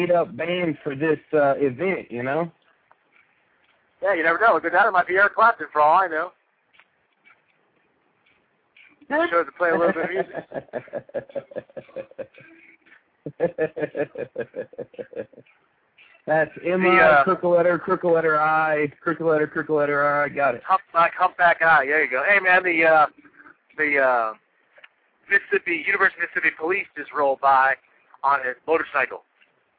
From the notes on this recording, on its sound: LIVE! from the Presidential Debate - Ole Miss Campus.